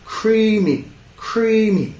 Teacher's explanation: esa sílaba que lleva el estrés decimos más fuerte, más alta. Y la segunda sílaba más suave, más rápido